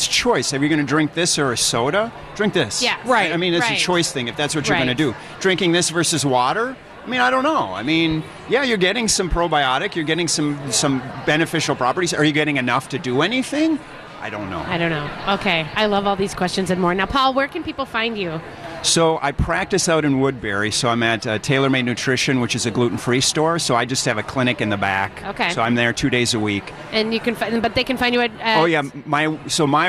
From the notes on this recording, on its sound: Live at Fit Fest!